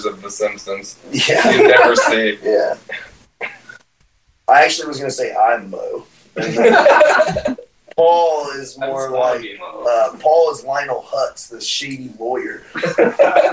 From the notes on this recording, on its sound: Sorry for the audio issues!